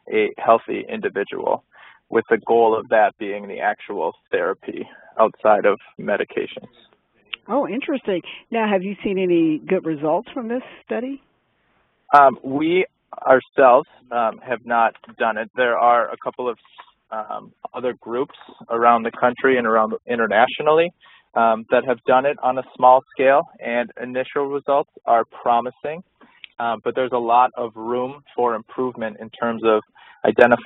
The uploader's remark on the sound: phone Call